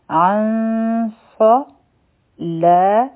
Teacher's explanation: مخکې چونکې صاد دی نو دلته به اخفا کو لږ ټایم به ورکو او غټه اخفا به ادا کړو